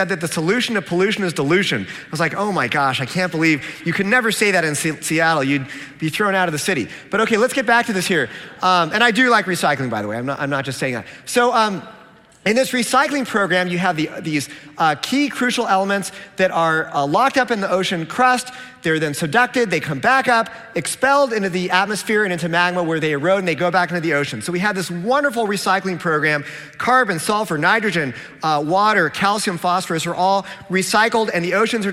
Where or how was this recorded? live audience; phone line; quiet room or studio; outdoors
live audience